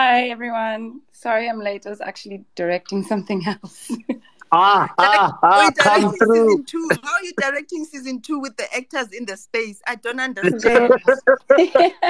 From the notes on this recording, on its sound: This is a recording of a Twitter Space conversation